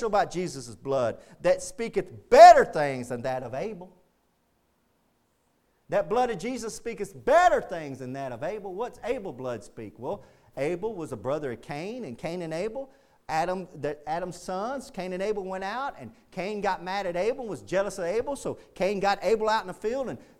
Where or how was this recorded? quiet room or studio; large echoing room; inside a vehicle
large echoing room